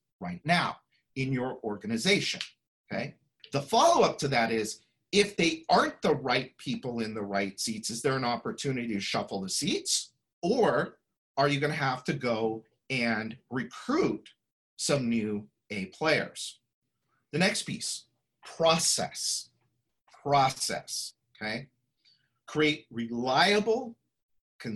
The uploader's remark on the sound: Listen to this replay of the LIVE webinar